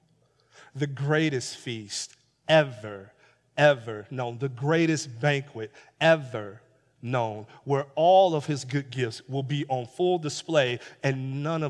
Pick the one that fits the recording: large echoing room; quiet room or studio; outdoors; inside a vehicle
large echoing room